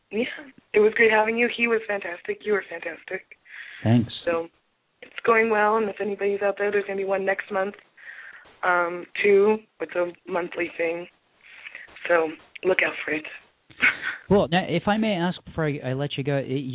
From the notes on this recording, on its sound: featured callers from San Gabriel, Los Angeles, Pasadena and Los Angeles, CA, Evanston, IL, Harpersville and New York, NY, Columbus, OH and Birmingham, AL